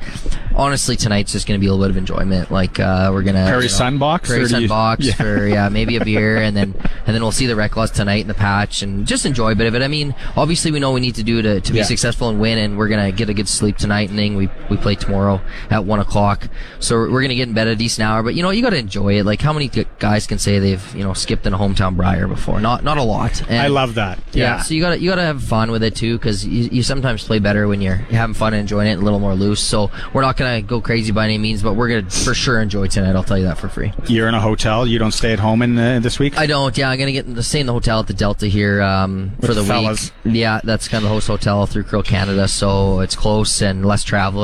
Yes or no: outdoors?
yes